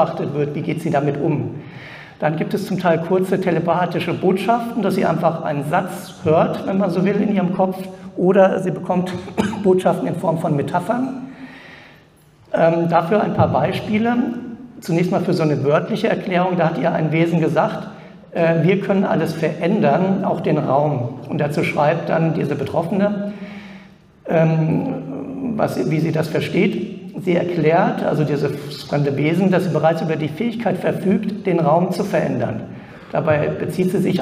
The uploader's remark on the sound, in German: Aufzeichnung des Vortrags auf der ALIEN.DE Konferenz. In Frankfurt am Main.